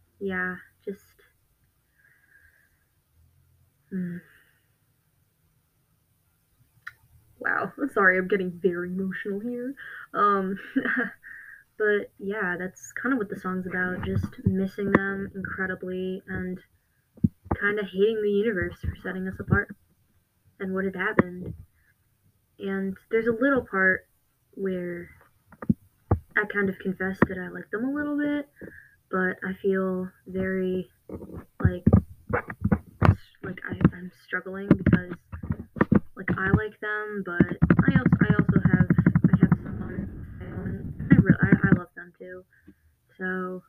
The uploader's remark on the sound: im so sorry if the sound quality is bad, my mic sucksssss